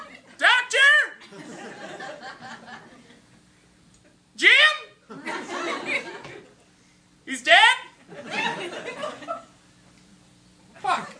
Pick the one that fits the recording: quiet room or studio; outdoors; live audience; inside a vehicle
live audience